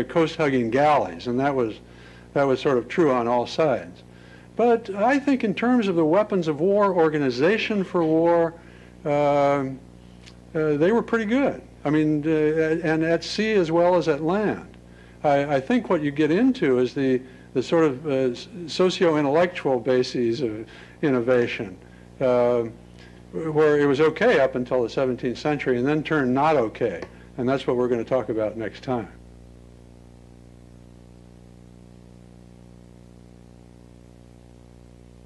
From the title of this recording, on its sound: Lecture at Stanford